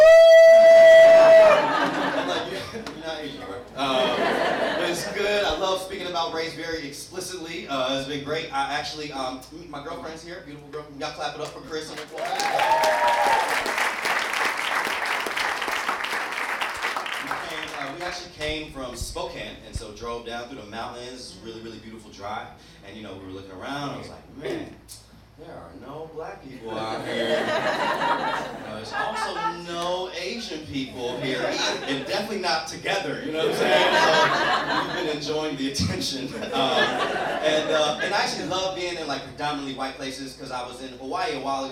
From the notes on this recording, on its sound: performs live at Storyfort 2017.